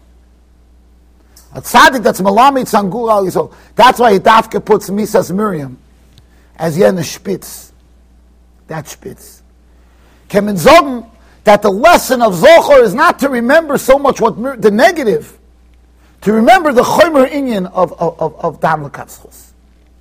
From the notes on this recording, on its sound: Shiur recorded in Yeshivas Ohr Reuven, Monsey NY.